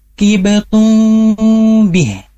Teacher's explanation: huruf mim yang dibaca samar karena ketika bertemu dengan huruf ba, maka dia harus dibaca samar seperti kibatum bih, bukan hanya di m, ya, tapi didengungkan juga, ya. · Term: ihfa syafawi